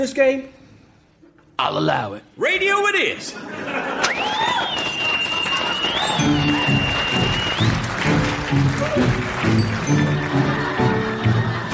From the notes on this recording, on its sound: Recorded Live 12/3/2011 at Largo, Los Angeles.